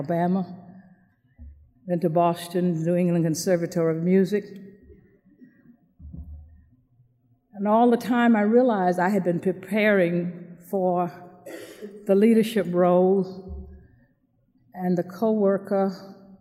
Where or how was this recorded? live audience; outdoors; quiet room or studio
live audience